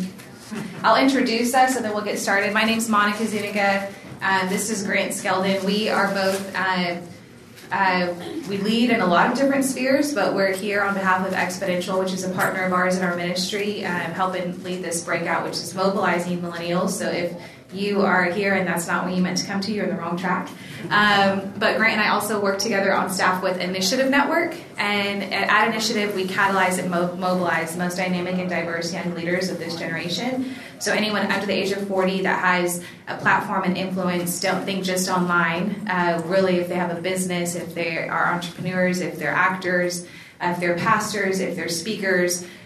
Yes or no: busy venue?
yes